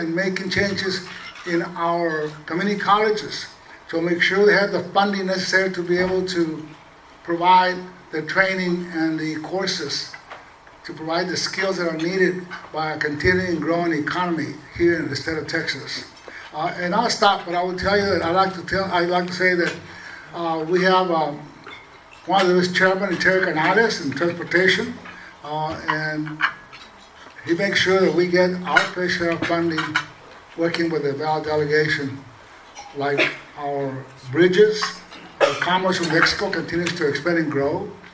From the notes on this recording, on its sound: Legislators Appreciation Reception. MCALLEN, Texas. Received applause from the audience. At the Radisson in McAllen.